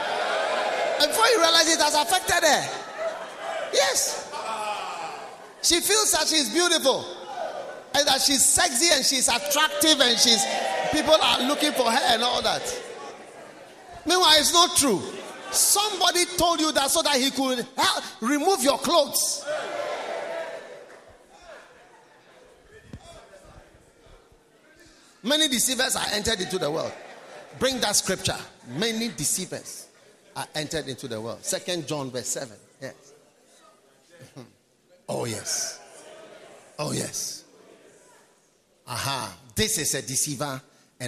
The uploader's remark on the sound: Preached at the Nerelugu Pastors‘ Conference